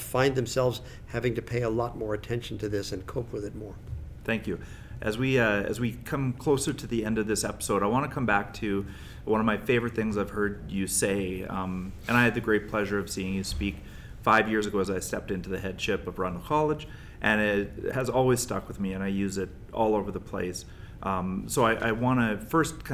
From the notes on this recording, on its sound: Conversations from the Heads and Chairs Conference